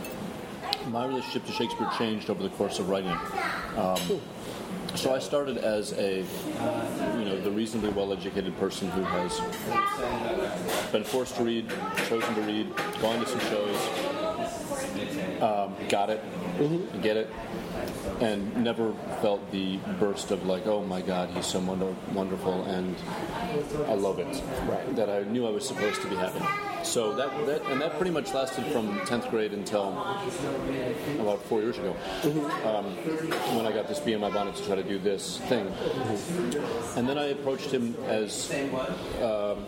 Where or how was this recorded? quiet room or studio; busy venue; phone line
busy venue